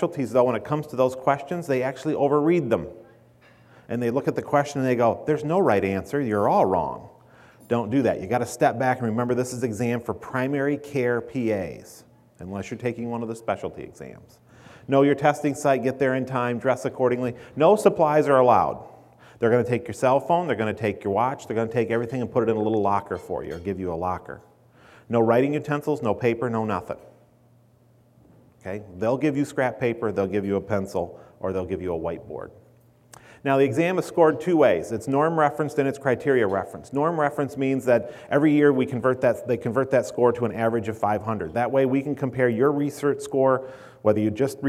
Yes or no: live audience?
yes